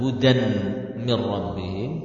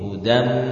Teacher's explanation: Idgham tanwin, yaitu hudan, dimasukkan ke dalam huruf mim. · Shown in: second take · Sehingga kita dengarkan qiraah kita tadi bukan hudan mir rabbihim, namun masuk ke mim, hudam, ya.